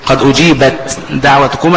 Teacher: التاء راحت فين؟ راحت، راحت التاء وراحت الصفه بتاعتها اللي هي الهمس وبقت الدال، فده ادغام ايه كامل.